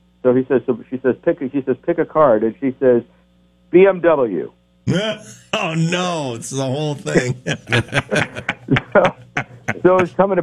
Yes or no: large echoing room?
no